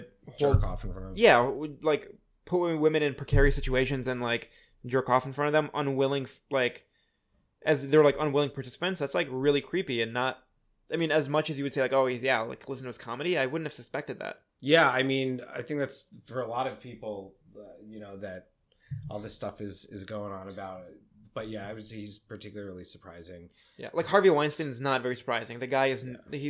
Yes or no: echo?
yes